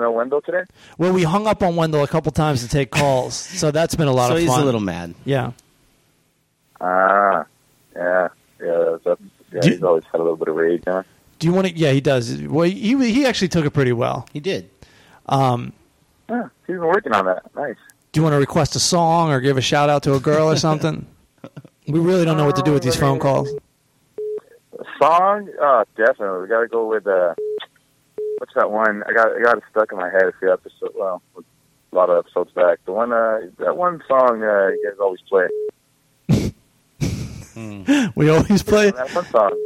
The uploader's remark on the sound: Listener Phone Calls.